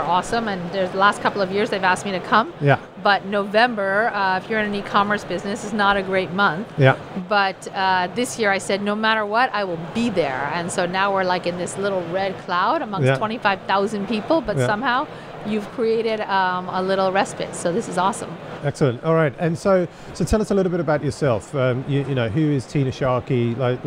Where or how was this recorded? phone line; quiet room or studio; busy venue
busy venue